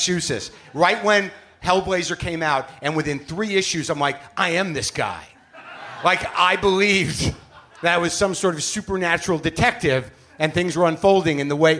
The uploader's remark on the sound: Live from Brooklyn, NY